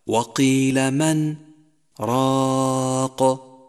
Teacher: فحسب القاعدة السابقة لا بد من إدغام النون بحرف الراء، ولكن في هذا الموضع استثناء فنقرأها بالإظهار، أي هكذا: من راق، لأنه نقل في هذا الموضع سكت بين الكلمتين في رواية حفص، فتصبح قراءتها هكذا: وقيل من راق.